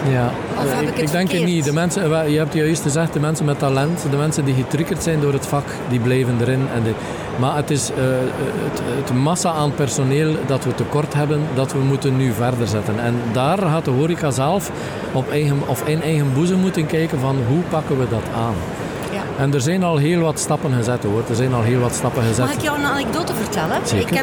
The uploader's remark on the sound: Horeca Expo Live